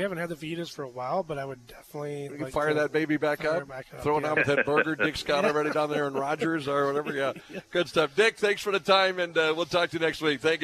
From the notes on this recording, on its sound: live from Applebee's on 13th Ave South in Fargo